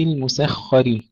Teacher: سين مرققة، الخاء مفخمة، الراء مرققة